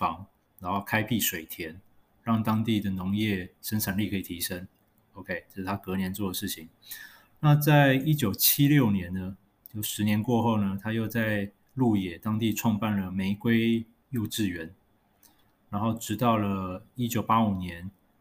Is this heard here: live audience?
no